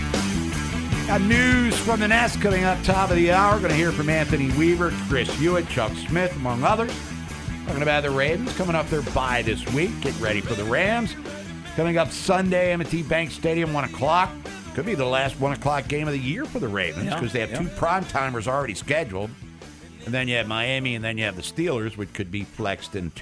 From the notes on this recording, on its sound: Checks in live from MLB Winter Meetings. Calls in live from Nashville.